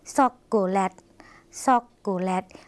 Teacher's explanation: ภาษาลาวค่ะไม่มีเสียงชอช้างนะคะ